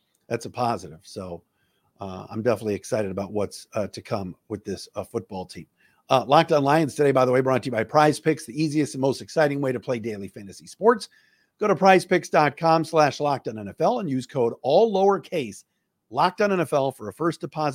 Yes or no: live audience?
no